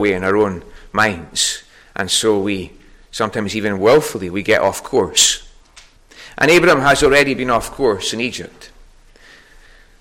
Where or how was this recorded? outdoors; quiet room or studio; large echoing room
large echoing room